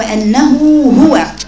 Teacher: حرف الهاء ضعيف لو ما بينتيش مخرج الهاء تشكيل الهاء هتضيع مع الهاء الثانيه ولذلك بيني الهاء الاولى بضمتها ثم انه هو عندك هائين فيهم